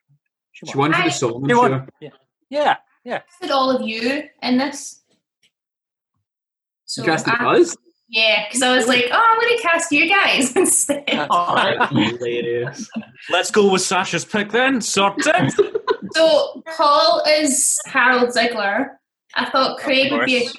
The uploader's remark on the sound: The Zoom season begins